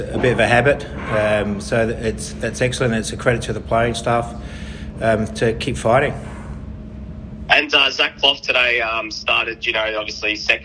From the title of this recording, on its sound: Post-Match Press Conference